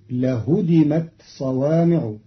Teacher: قرأ قالون كلمة لهدمت بتخفيف الدال فتصير لهدمت صوامع بتخفيف الدال، على أنه فعل ثلاثي مجرد.